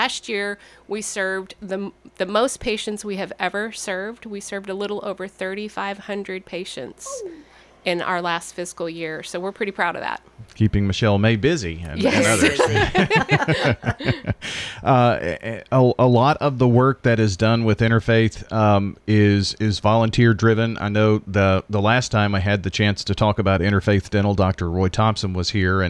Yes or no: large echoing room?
no